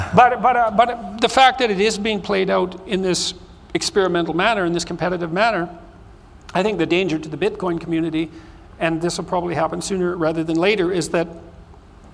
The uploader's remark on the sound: This episode was recorded in front a live studio audience. During the Bitcoin 2022 Conference in Miami, FL.